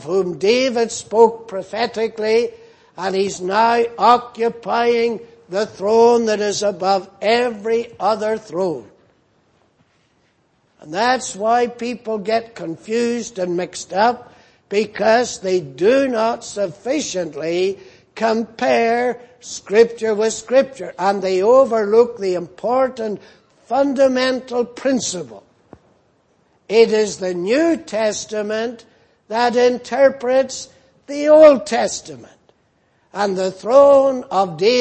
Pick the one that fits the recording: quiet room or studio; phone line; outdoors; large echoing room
large echoing room